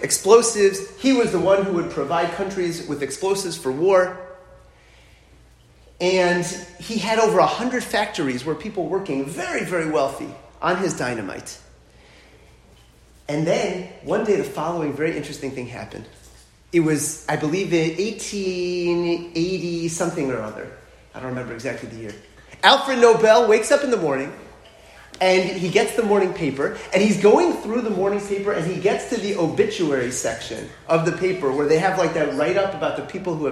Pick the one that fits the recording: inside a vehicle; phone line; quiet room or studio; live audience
live audience